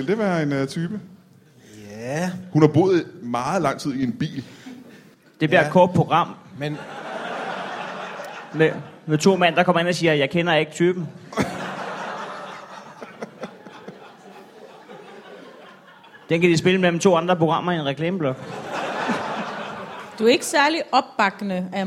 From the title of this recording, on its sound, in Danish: LIVE fra Comedy Zoo København